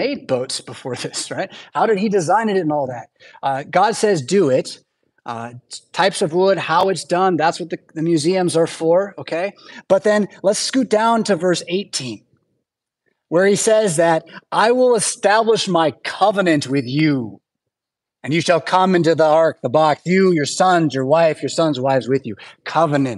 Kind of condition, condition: setting, large echoing room